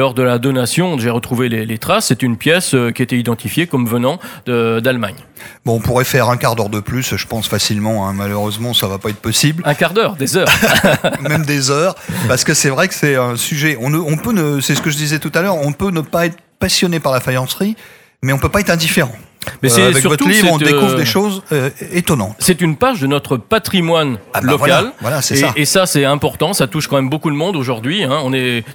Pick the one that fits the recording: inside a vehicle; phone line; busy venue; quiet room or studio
busy venue